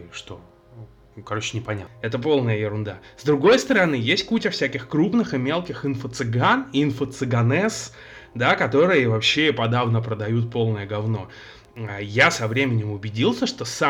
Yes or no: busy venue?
no